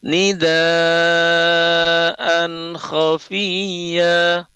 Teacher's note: kalau dalam hukum tajwid itu disebut izhar ya, bunyi nunnya jelas ya, karena bertemu dengan huruf kha